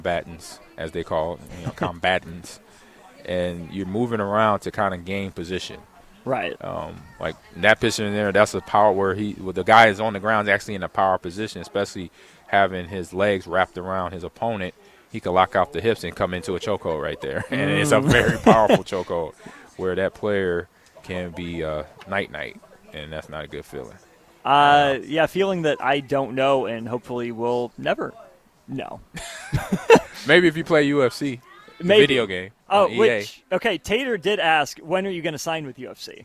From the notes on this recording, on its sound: LIVE (Pt2) from Most Wanted MMA in Lincoln